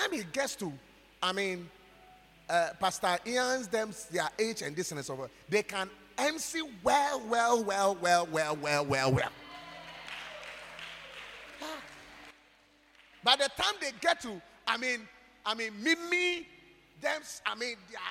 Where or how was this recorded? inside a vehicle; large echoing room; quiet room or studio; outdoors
large echoing room